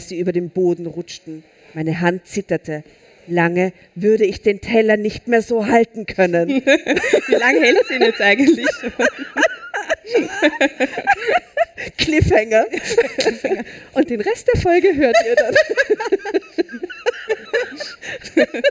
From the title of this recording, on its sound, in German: Live-Special vom Ö3-Podcastfestival